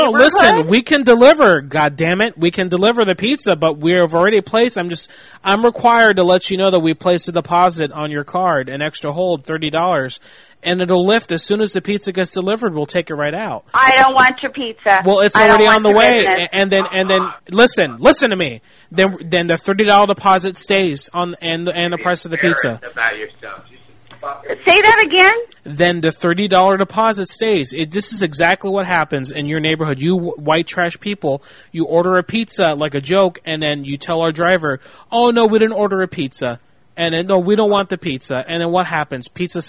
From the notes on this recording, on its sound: …'s Personal Prank Phone Calls Collection.